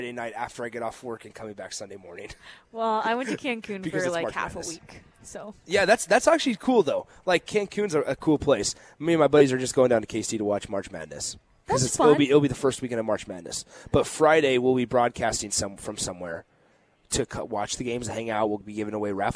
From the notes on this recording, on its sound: Live from the Upside Bar and Lounge